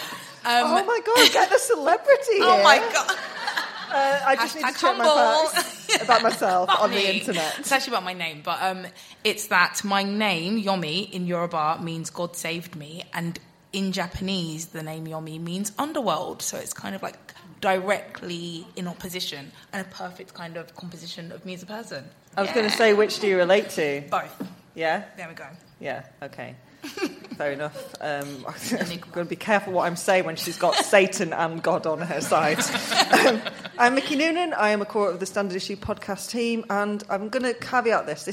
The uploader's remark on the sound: SIM Ep 279: Live at London Podcast Festival. Oh yes, we're coming at you live this week and by live, we mean we recorded this at London Podcast Festival at the weekend.